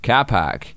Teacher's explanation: in the New Zealand accent, for the most part, the letter R is silent when it's at the end of a syllable, e.g. car park is pronounced like car park.